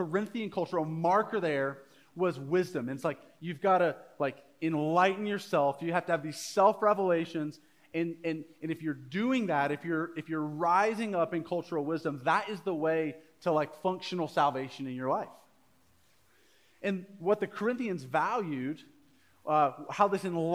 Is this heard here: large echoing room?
yes